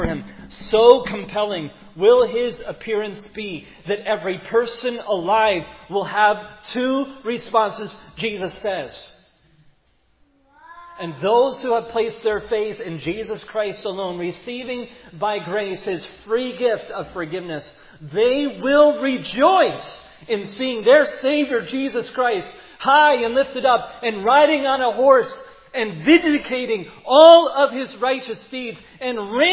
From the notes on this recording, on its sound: Preached at Providence Church.